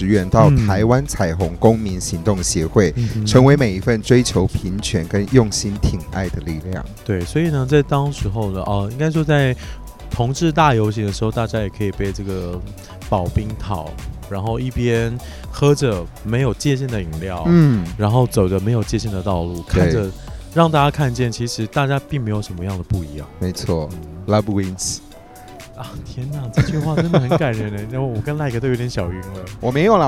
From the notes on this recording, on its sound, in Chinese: 實際上我們是坐在露天酒吧區錄音